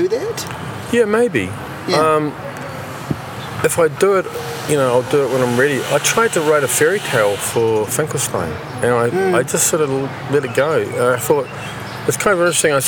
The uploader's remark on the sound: Backstage at a bar in Wellington ahead of his soundcheck. Down an alley-way with construction happening around us.